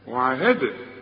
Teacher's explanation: اوعى تنسى قلقله الدال